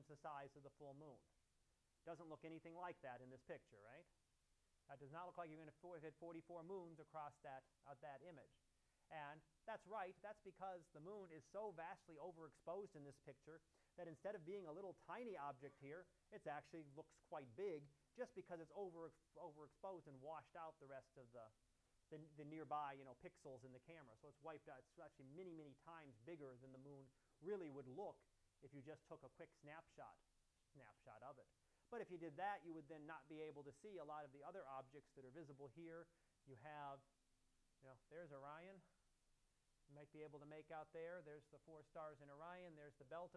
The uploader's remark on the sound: Live Class Lecture